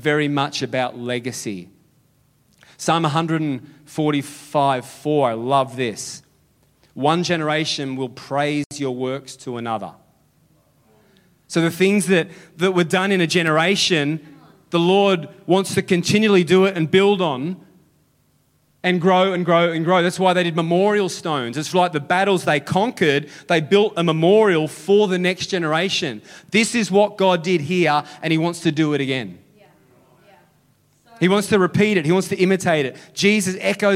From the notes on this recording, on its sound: Sunday July 23 Echo Church Melbourne.